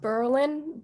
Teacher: It's pronounced Berlin, but you spell it like Berlin, so the accent is on the first syllable